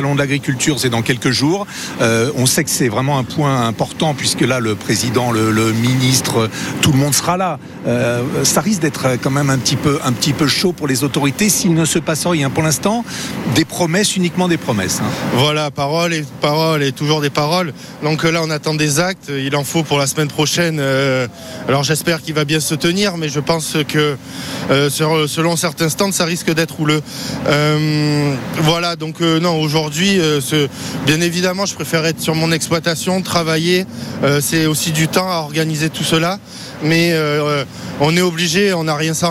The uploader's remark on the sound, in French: En direct de la manifestation des agriculteurs